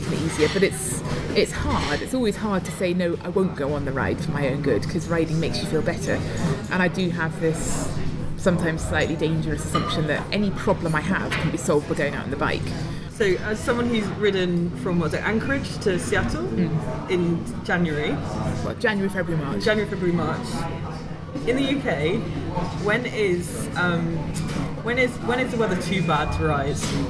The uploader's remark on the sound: I took her for lunch - excuse the background noise -.